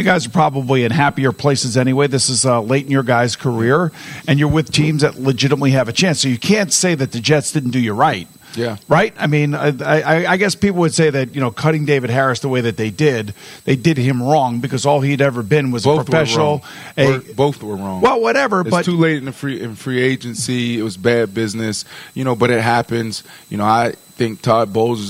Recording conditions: outdoors